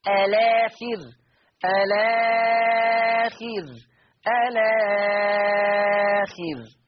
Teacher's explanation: إثبات همزة الوصل مع ثلاثة البدل · Term: مد بدل